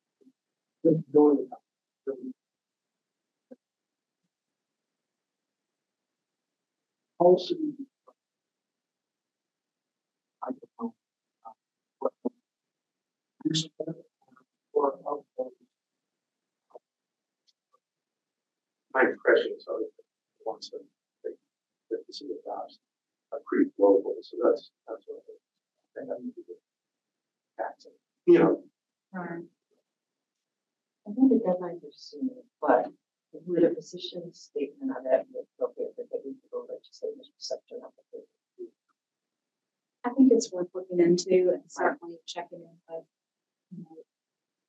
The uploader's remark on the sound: Audio is garbled due to technical difficulties.